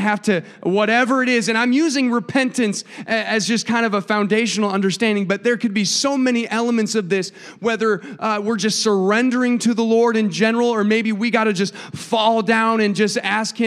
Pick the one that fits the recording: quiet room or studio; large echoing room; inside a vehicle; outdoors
large echoing room